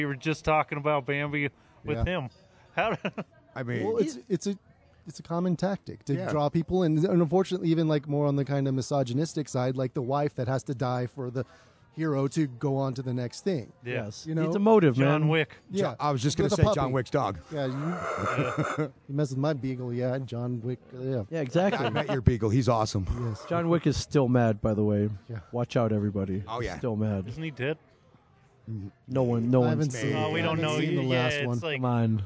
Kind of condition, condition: setting, busy venue